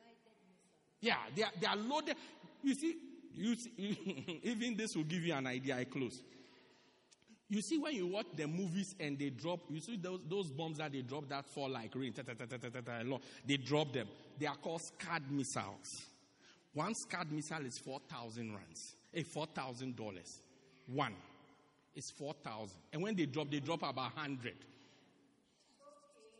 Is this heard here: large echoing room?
yes